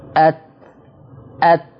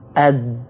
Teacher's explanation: التاء تقبل مرور الهواء، ده بنسميه همس، والدال يحتبس عندها الهواء، وهذا المسمى بالجهر